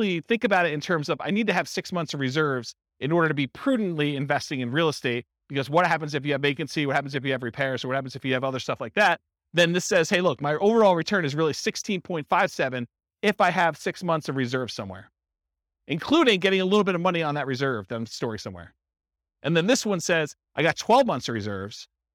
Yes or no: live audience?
yes